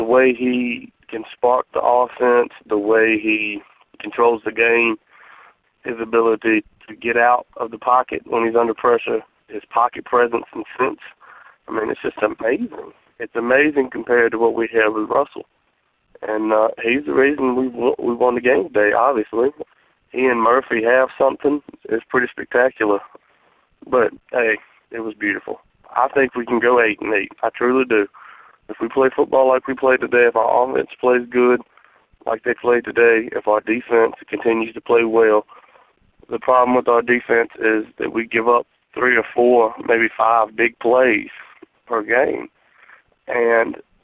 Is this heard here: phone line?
yes